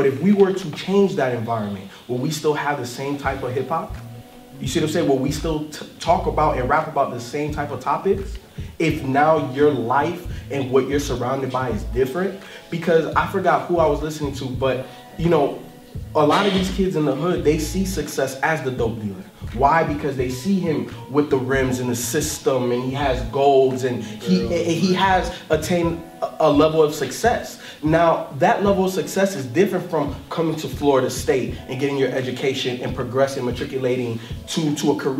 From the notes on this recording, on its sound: Live Taping at Florida State University.